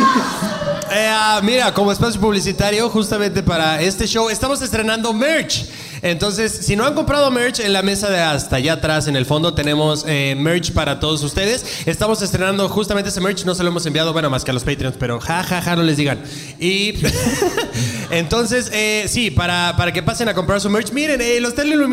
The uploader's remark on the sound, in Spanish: La Matrix y cómo salir de ella (En Vivo Guadalajara). Show en vivo en Guadalajara.